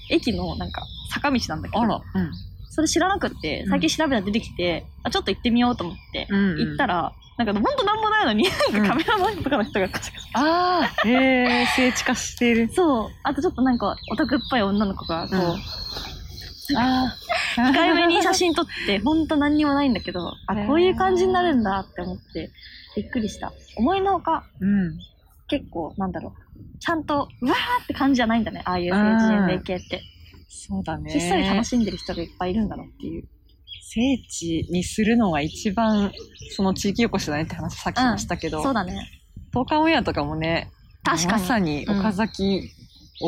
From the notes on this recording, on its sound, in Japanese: 公園収録。初のリアル収録。公園で収録しました！鳥のさえずり（喚き声）・おじいちゃんの雑談・猫の横断注意！